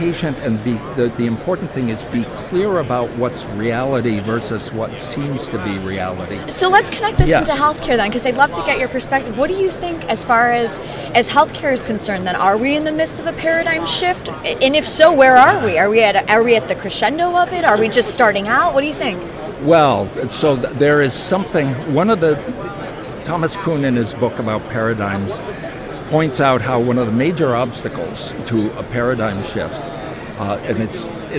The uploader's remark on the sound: LIVE From #HIMSS17